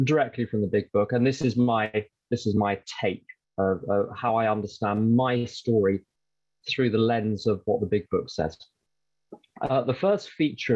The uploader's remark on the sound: the Broken Elevator zoom meeting recorded in December of 2021